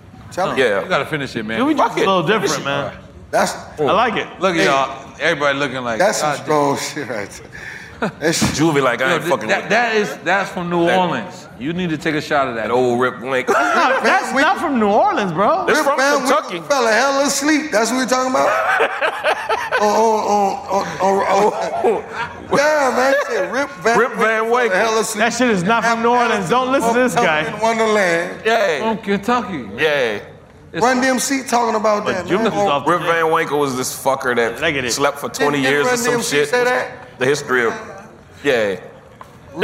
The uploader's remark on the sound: Live from REVOLT World